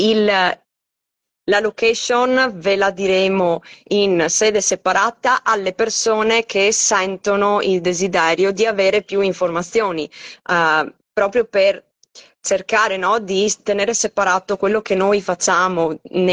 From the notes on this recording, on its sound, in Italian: Audio estratto dalla diretta Instagram